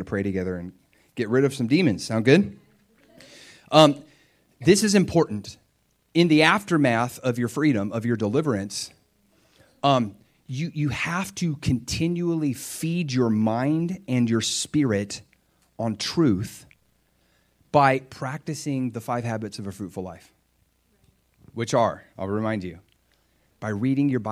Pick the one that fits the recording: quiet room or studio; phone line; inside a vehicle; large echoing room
large echoing room